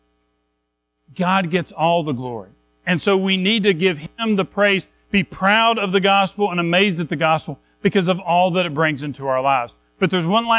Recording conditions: large echoing room